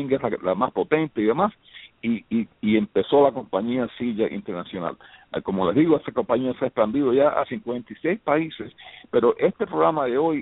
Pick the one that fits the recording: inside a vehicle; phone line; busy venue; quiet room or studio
phone line